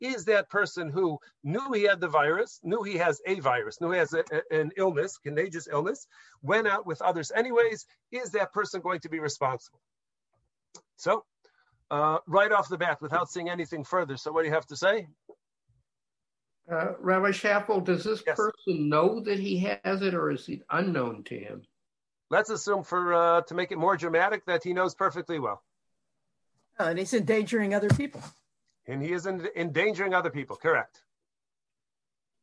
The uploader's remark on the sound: Helped by the probing questions of the attendees of this recent ZOOM teleconference Shiur.